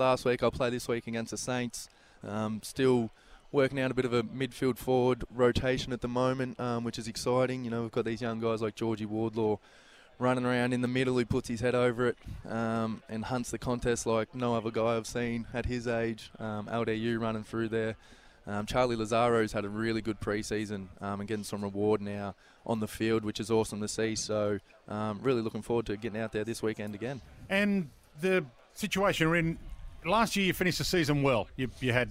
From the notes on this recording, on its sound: live at AFL Captains' Day